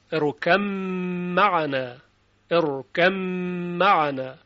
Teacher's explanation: به لحاظ اینکه با ساکنه و با میم به لحاظ مخرج بسیار نزدیک هستند و این ادغام انجام میشه